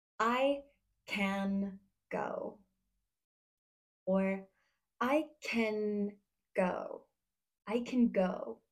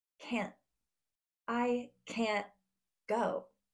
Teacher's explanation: For the word can't, we use our throat to stop the N sound · Shown in: second take · kind of like when we say the word uh-oh, uh-oh, uh-uh. · In the word can, you can hear a full N sound that sometimes even takes over the A sound.